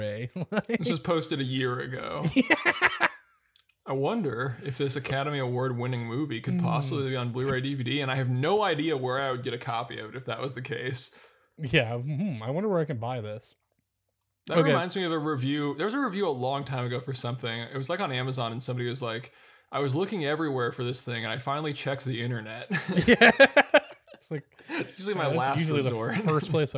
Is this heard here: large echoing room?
no